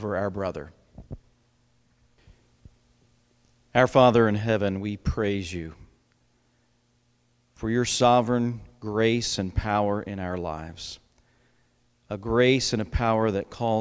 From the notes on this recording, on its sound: It was recorded at the Lebanon Bible Fellowship Church in Lebanon, PA during the evening service on 11/14/2021.